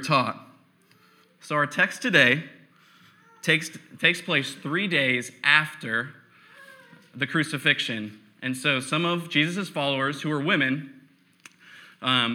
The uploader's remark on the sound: Preached on November 8, 2015 at Veritas East.